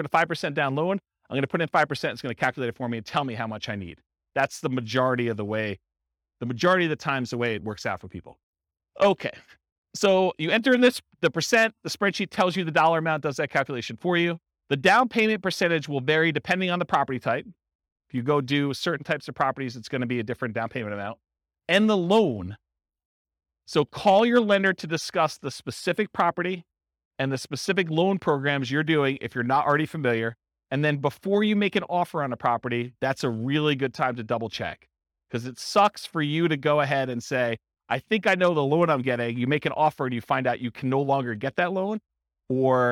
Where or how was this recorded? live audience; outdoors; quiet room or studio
live audience